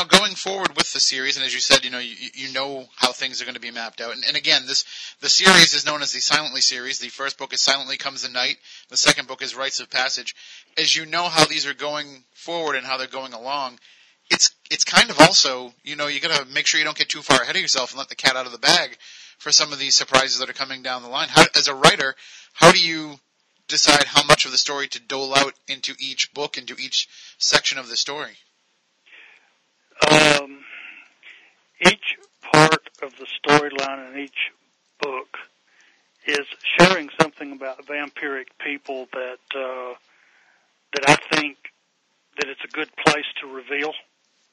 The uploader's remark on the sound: "Spooky Southcoast" prerecorded. AUDIO ISSUES.